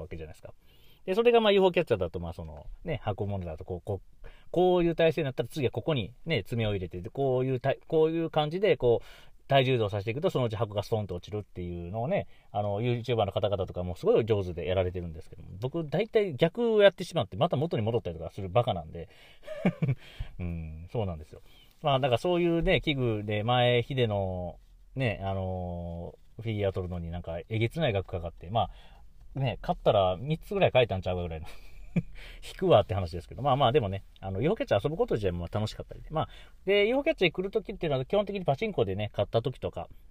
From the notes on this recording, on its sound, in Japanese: とあるお店の駐車場から、、1回録り！